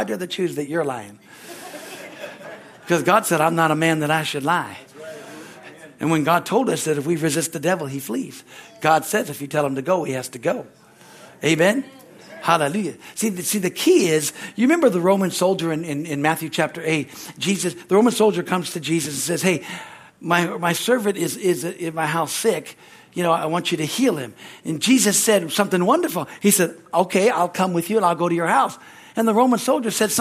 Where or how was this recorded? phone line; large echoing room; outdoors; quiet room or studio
large echoing room